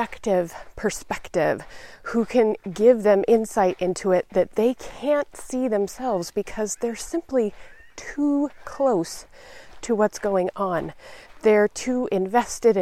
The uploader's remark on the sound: In this episode, I’m experimenting with recording my podcast while walking in nature.